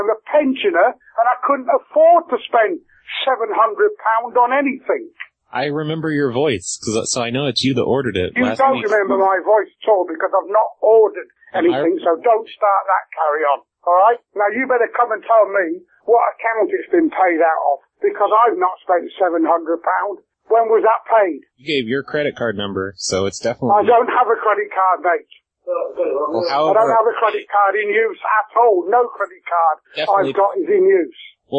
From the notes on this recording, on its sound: RBCP's Personal Prank Phone Calls Collection